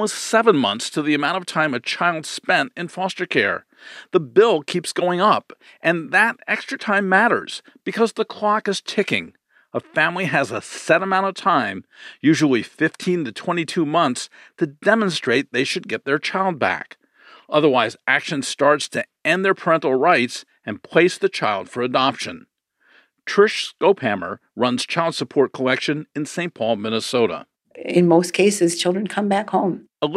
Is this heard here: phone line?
no